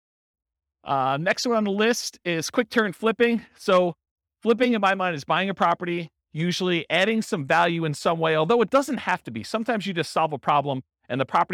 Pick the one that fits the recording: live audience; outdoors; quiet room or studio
live audience